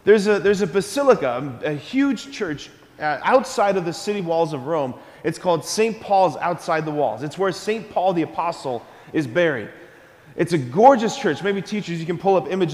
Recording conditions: large echoing room